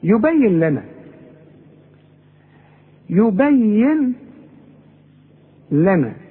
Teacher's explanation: هنلغي النون، يبين لنا ادغام كامل